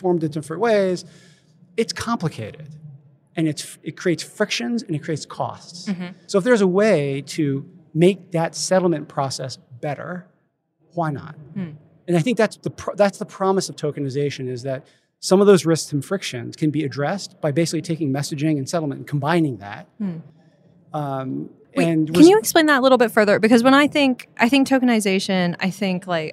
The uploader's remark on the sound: Recorded live at Money 20/20 in Las Vegas.